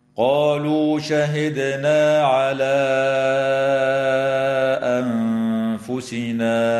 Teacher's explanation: أنفسنا، الدال الساكنة من كلمة شهدنا يجب أن تقلقل وصلا ووقفا، وتمد ألف الإشارة في كلمة على حال الوصل بمقدار 4 أو 5 حركات من قبيل المد المنفصل